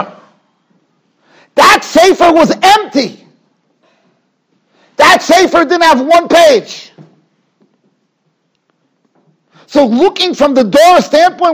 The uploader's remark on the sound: Shiur recorded in Yeshivas Ohr Reuven, Monsey, NY.